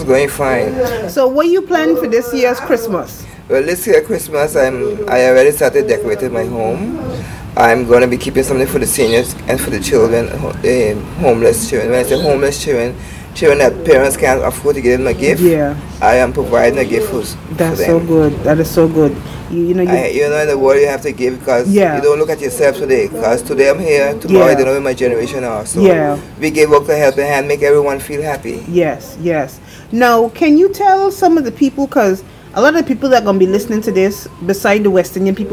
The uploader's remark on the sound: This interview was recorded on the island of Sint Maarten/Sint Martin in her back yard.